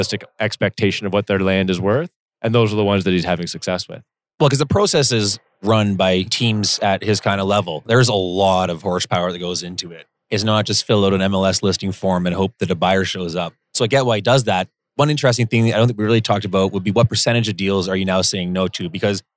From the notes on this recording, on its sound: recorded at the Toronto Real Estate Forum